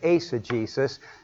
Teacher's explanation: although I don't know why they say ice, because the diphthong is ace